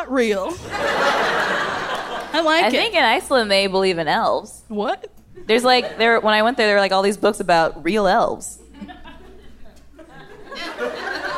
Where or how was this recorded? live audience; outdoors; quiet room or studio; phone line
live audience